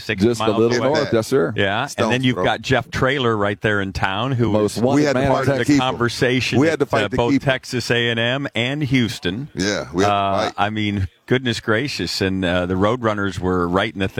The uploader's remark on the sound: live from Radio Row in Boston for Army-Navy